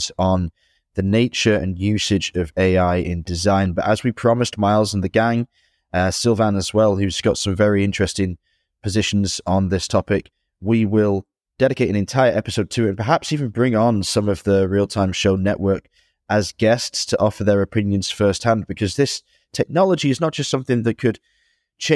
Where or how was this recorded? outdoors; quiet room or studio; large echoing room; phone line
quiet room or studio